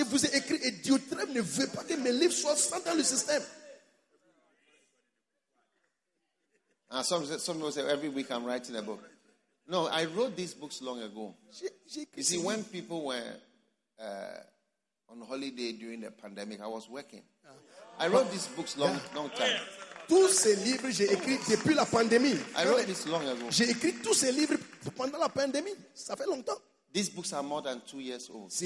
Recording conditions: live audience